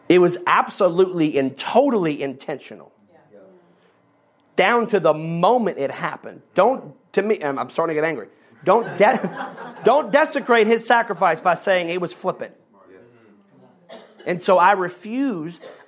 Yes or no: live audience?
yes